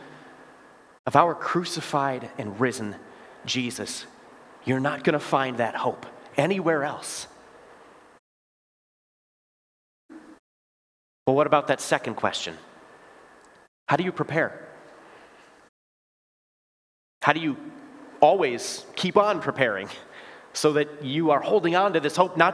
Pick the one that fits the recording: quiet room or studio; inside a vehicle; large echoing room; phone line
large echoing room